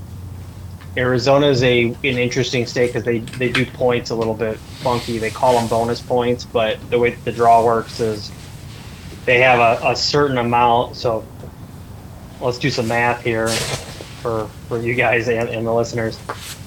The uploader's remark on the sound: On the phone. We recorded this in an ice fishing shanty so bear with the extra noises.